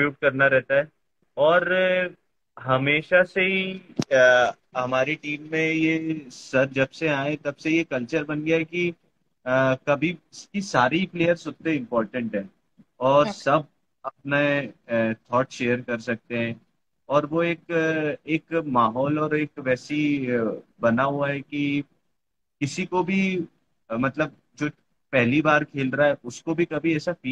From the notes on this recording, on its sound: IDCF Special Instagram Live